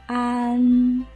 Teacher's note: 在发“安”的时候，口型是由开到合的